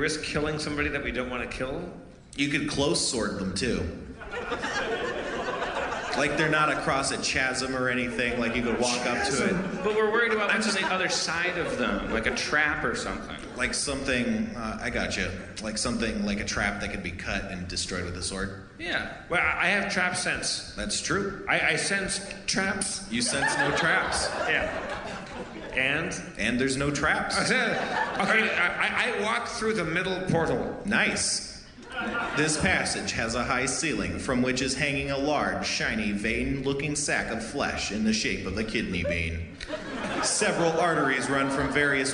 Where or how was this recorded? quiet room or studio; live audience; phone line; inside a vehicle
live audience